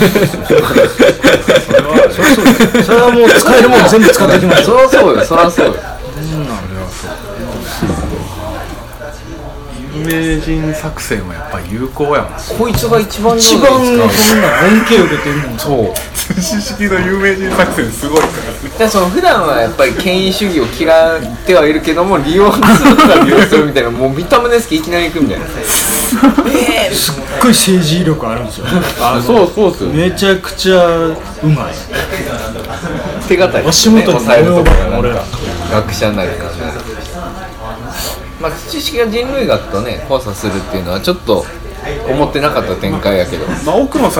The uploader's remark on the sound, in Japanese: LOCKET』第3号刊行記念トークイベント（於blackbird books）後の打ち上げにてオフレコトーク満載につき、ぶつ切り配信。